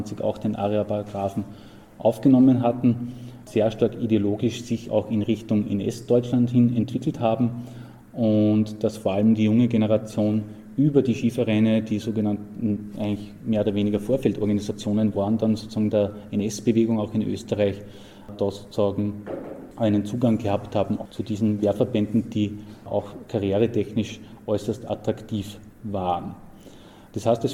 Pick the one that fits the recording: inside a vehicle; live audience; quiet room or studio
live audience